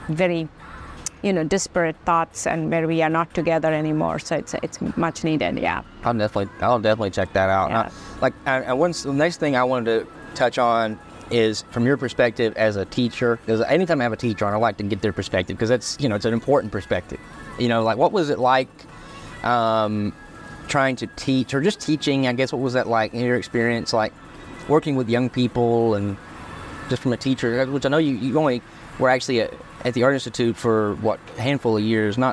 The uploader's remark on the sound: Today, we find ourselves outside Sweet Hut Bakery & Café in Kennesaw, Georgia! Lavalier microphone.